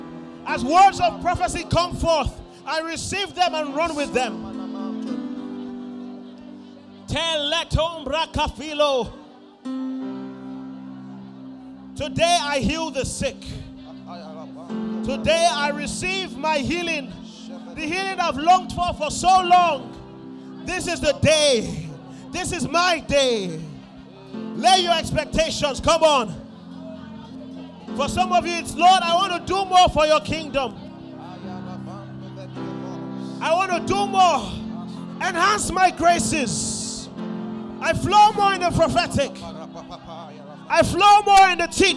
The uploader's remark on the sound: sermon from Ignite conference